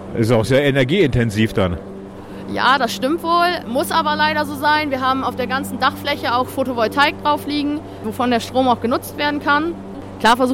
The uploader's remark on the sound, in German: hat sich das Aufnahmegerät geschnappt und war einen Nachmittag bei der Kartoffelernte